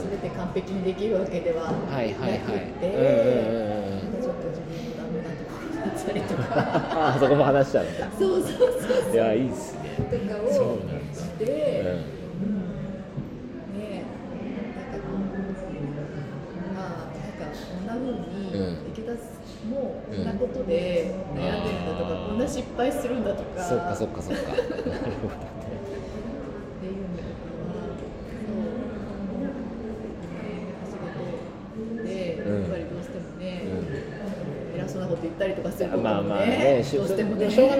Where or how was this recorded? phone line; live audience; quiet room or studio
live audience